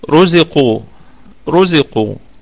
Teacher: رزقوا، رزقوا، عندنا الراء مفخمة، وإحنا بينا أن الراء لما نقول مفخمة فهي مفخمة أو مرققة، يعني ليس لها درجات تفخيم ولا درجات ترقيق، هي إما مفخمة وإما مرققة. والقاف في الدرجة الثالثة من درجات التفخيم، وبقية الكلمة كلها مرققة. القاف أيضا فيها قلقلة نسبية، وفيها مد طبيعي وقفا ووصلا، يبقى نقف على الكلمة دي بالمد الطبيعي، وأيضا في الوصل هي مد طبيعي، لأن القاف أتت مضمومة وأتى حرف المد بعدها.